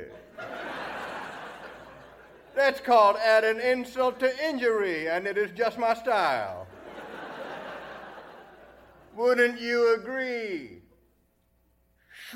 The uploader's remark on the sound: Recorded Live 10/3/2010 at Largo, Los Angeles.